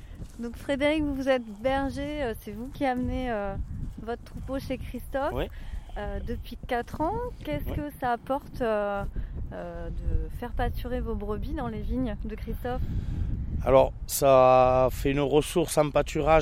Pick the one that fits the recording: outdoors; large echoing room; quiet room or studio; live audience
outdoors